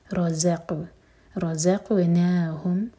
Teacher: را ہیوی ز لائٹ اور بزنگ سن کے ساتھ, قاف ہیوی اور قاف پر قلقلہ، رزق رزقناہم ينفقون، یہاں